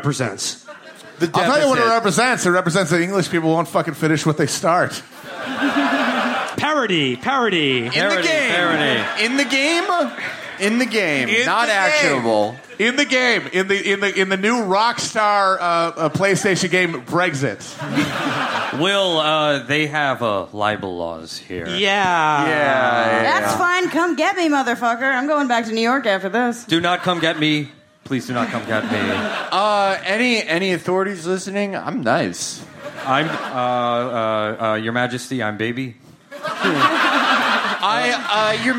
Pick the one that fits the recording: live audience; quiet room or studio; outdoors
live audience